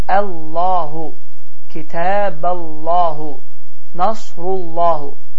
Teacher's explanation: Əgər Allah sözündən əvvəl gələn hərfin hərəkəsi fəthə, yəni ə və ya damma, yəni u olarsa, bu zaman Allah sözü qalın bir şəkildə oxunar.